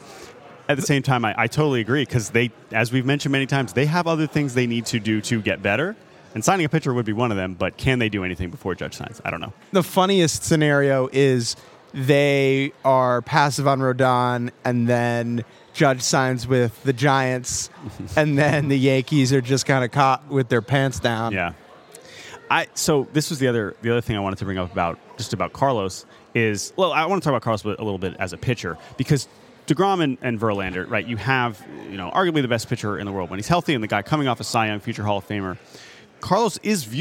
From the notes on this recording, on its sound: live from the Winter Meetings in San Diego